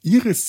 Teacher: Also Iris zum Beispiel ist ein Name, der klingt klar und ein klarer Name mit hohen Vokalen, die I und Iris, das R und das S, das leicht zischende, weckt in mir eine hellblau Assoziation.